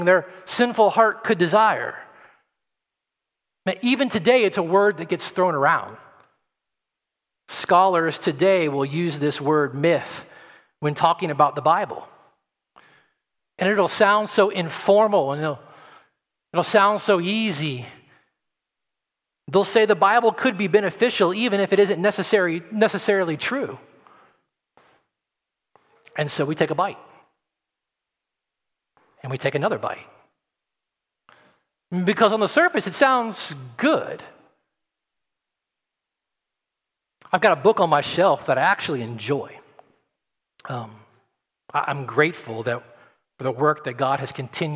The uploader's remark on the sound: at Redemption Hill Church on Sunday, June 6th, 2021